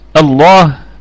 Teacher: اللام مفخمة لأن ما قبلها مفتوح